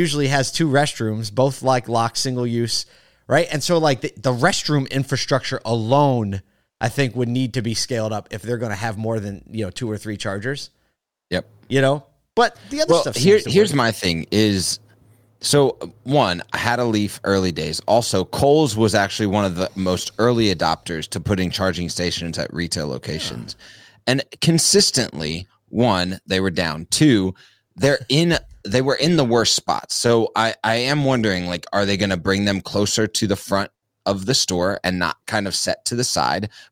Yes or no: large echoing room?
no